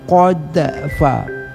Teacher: dal mati sebelum dan setelahnya harakat yang sama sehingga qalqalahnya menjadi tidak lagi de, menjadi da.